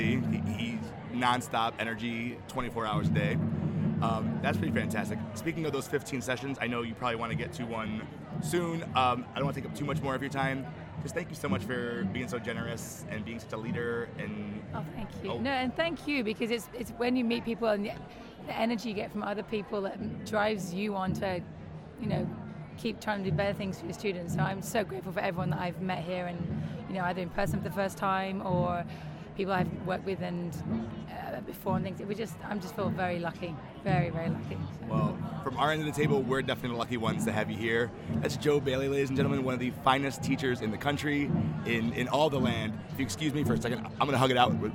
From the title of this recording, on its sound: Live from SHAPE Nashville Day 2!